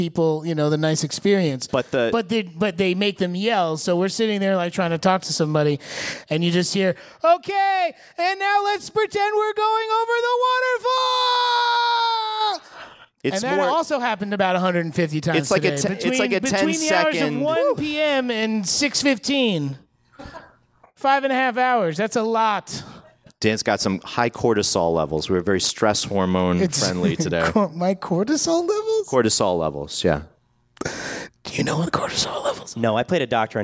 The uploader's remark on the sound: LIVE from Pensacon Comic Convention 2018. The guys report back from sunny Florida and the 2018 Pensacon Comic Convention.